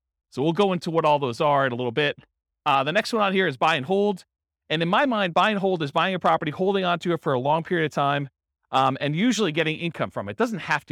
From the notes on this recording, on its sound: This was a live class recorded